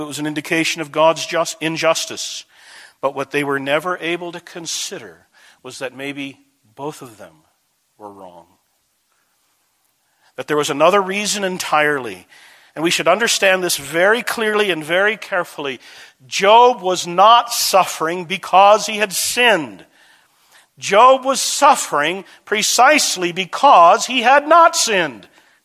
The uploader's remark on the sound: This message was delivered June 27, 2010, at Desert Springs Church, Albuquerque, NM.